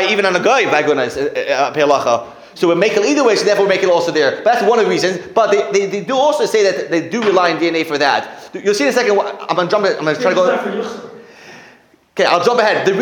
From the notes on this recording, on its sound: Sunday Kolel. Recorded live at The Torah Center ATL on January 14, 2024.